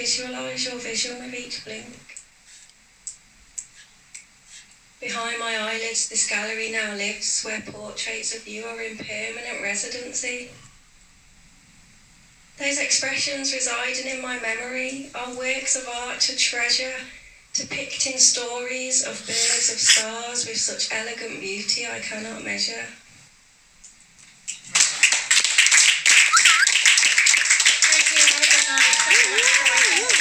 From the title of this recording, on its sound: Live At Skills By Mouth In Birmingham.